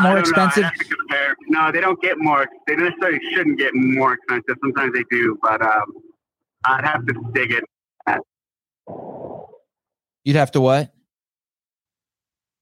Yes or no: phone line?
yes